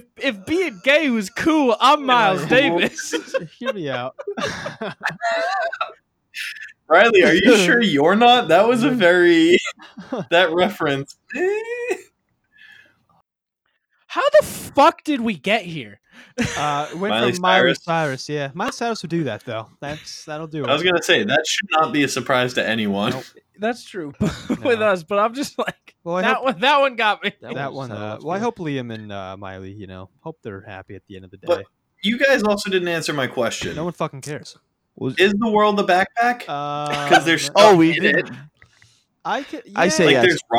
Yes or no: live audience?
no